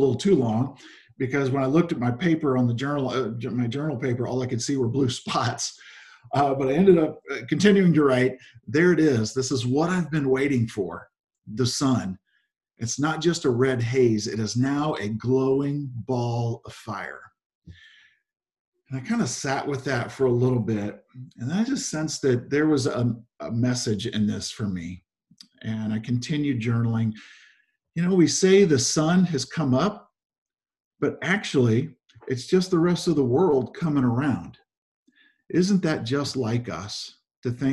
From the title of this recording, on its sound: Zoom Sunday 11/22/20 (Audio)